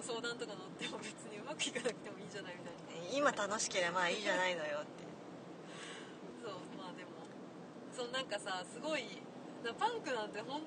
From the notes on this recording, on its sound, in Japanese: の最終日を見てトークショーも見てきた当日の車内で無計画に収録したよ！車の中の雑音やナビの音が入っていて臨場感があります。。。突然始まっていろいろしゃべって突然終わるライブ感満載な回になっています。